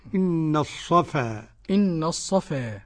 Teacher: الصفا ليس فيها تقليل ولا إمالة لأحد · Term: لا إمالة ولا تقليل